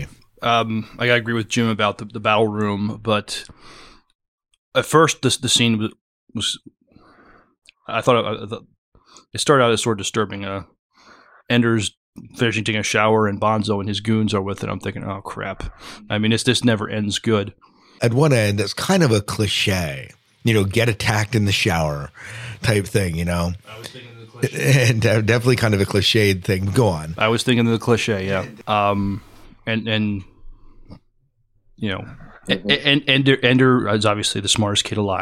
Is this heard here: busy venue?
no